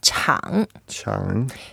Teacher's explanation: It's a third tone, so we make some effort to go down.